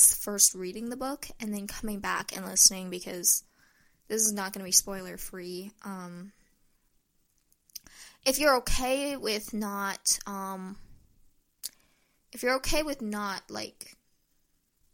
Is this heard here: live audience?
no